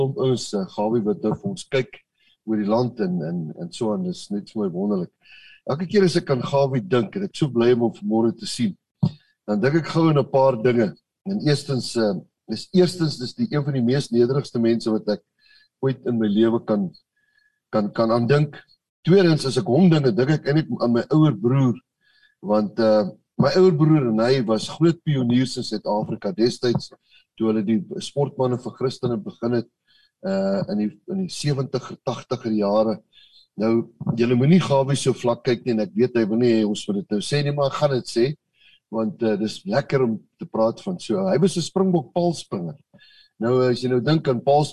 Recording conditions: video call